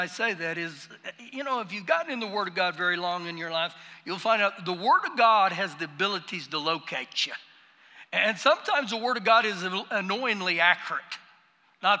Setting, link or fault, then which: setting, live audience